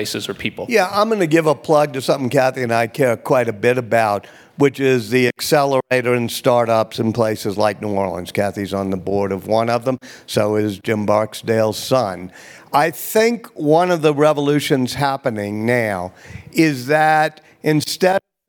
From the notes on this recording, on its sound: on stage at the Aspen Ideas Festival